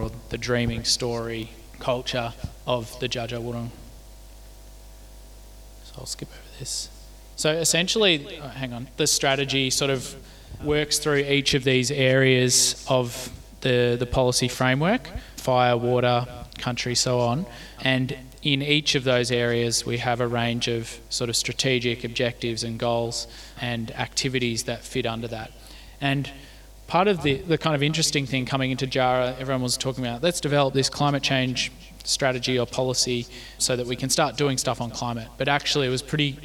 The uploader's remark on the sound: This is the full audio from the Connecting Country event called ‘Revegetation Success in a Changing Climate’.